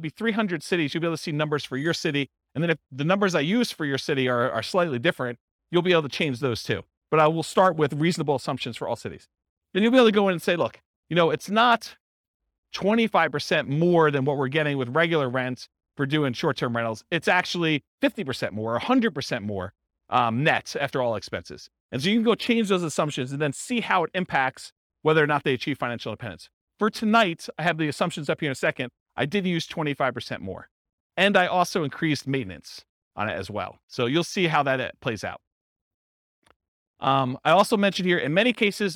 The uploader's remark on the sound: This was a live class recorded